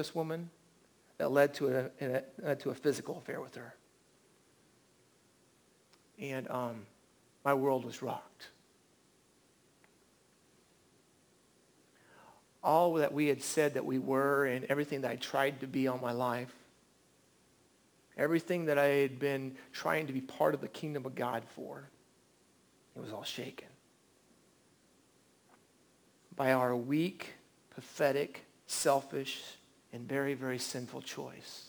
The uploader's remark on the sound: At The Well an Acts 29 &amp; Converge Heartland Church in Hastings, NE. At The Well an Acts 29 & Converge Heartland Church in Hastings, NE.